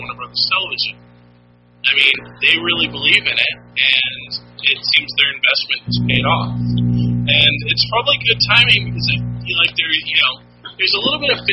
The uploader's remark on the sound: So this is a pretty spectacular fail on the audio-quality side, but we are working to try and fix/recover what we can.